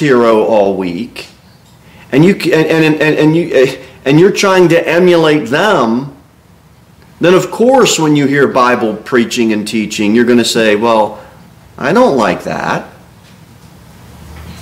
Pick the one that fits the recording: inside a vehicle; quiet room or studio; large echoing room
large echoing room